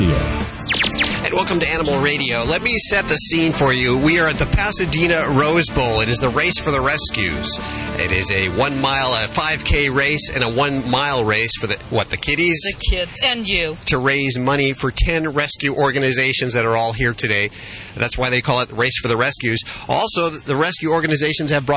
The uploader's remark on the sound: Animal Radio is LIVE from the Pasadena Rose Bowl for the annual Race for the Rescues, benefiting 10 great rescue organizations. It's a 5k run and adoption event with lots of animals and lots of celebrities.